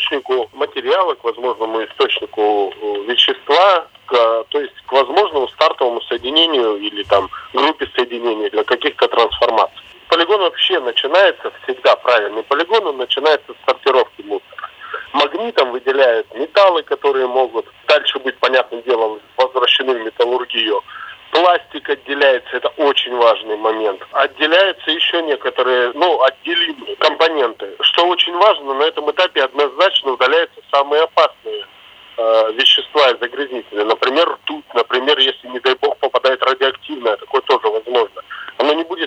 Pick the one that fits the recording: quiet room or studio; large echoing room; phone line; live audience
phone line